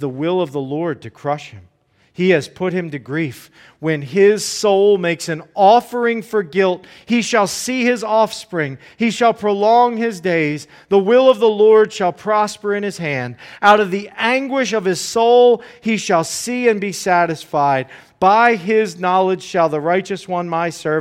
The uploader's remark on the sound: Preached this sermon at Joy Community Fellowship in Pitman, NJ.